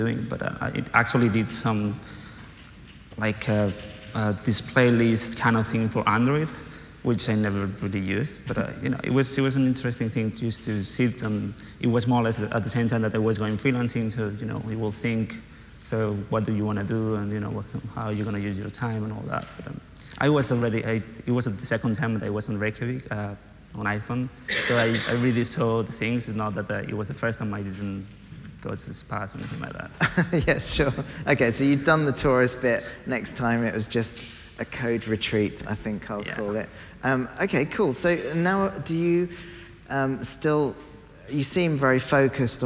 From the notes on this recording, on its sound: Live from FITC Amsterdam. Live on stage at FITC Amsterdam.